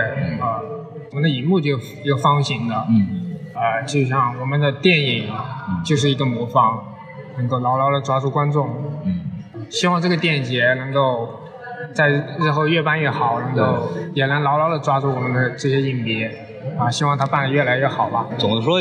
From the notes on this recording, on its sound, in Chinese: 本节目为影展现场录制，音质草率请注意收听。在平遥电影宫的现场给大家录了一期简单的节目。